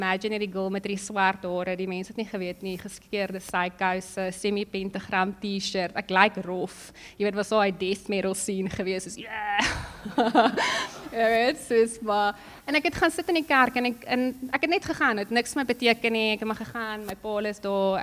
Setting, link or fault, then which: setting, large echoing room